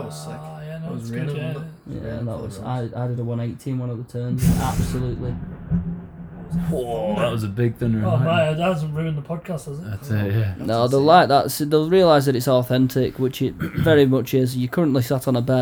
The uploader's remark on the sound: We're in Alps d'Huez at the Mega Avalanche. Dinners cooking and we have 40 mins of power to talk some turkey.